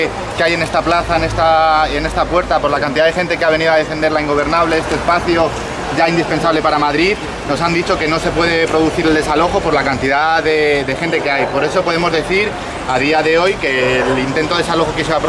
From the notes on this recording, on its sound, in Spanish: Concentración celebrada ante la sede de la Ingobernable. Os dejamos con el audio de la concentración y declaraciones de la posterior rueda de prensa.